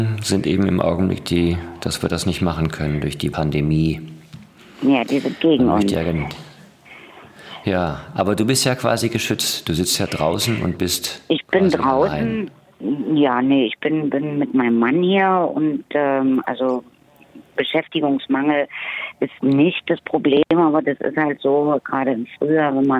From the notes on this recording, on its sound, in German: ganz remote am Telefon